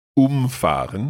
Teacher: I think with all the separable verbs, you stress that first syllable, don't you?